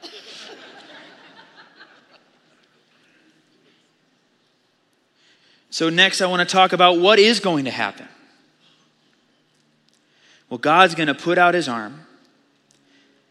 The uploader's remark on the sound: Audio file of the Sunday Morning Sermon.